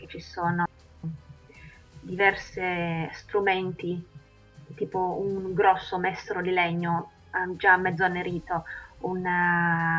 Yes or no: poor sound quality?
yes